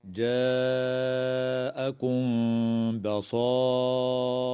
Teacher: وتخفى الميم الساكنة عند الباء مع الغنة